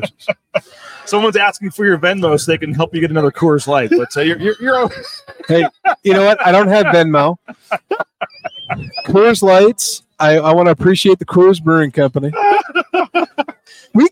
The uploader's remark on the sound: Live at The James with the Lithia Ford of Boise Postgame Show after Boise State's thrilling 35-27 comeback win at Albertsons Stadium.